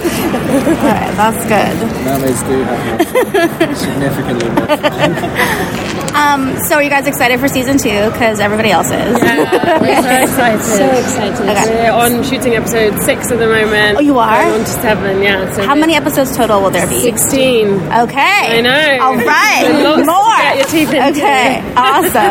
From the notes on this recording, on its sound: Sneak Peek at New York Comic Con. This is a recording from a live roundtable interview, so you’ll hear lots of our questions, plus those of other journalists.